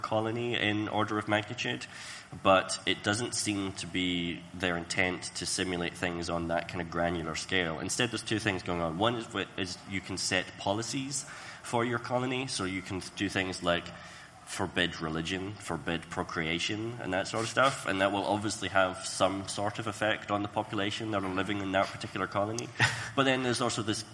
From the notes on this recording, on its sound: Live from Rezzed! Plus: real live questions!